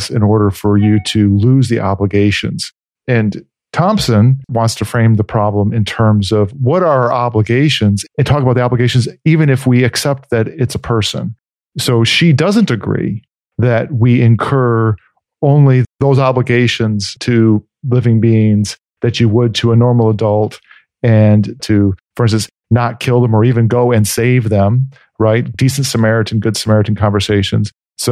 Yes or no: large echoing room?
no